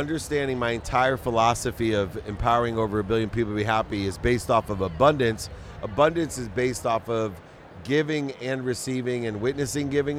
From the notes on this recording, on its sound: At Collision Conference in June 2023.